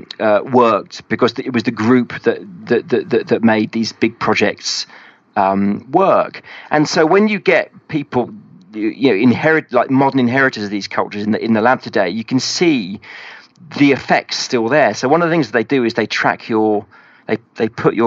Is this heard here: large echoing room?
no